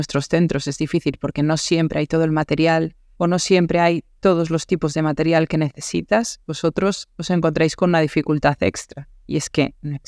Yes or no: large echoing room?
no